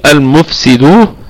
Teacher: عندنا الدال قلقلة نسبية لأنها مضمومة، وطبعا كمان فيها الدال مضمومة اتصلت الضمة بالواو، فيها مد